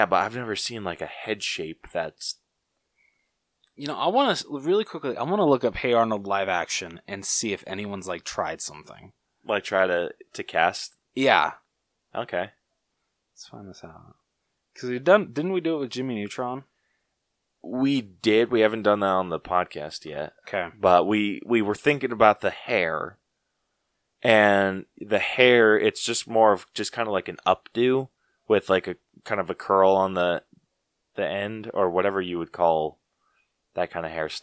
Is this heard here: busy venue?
no